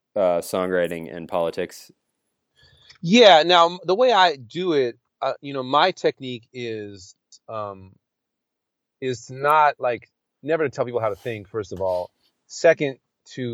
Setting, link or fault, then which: setting, inside a vehicle